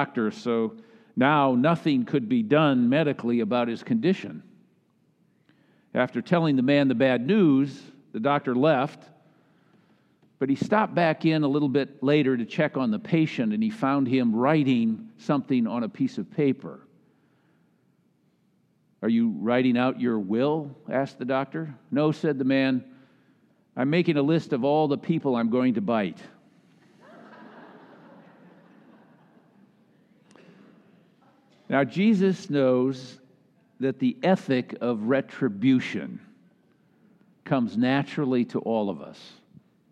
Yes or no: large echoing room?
yes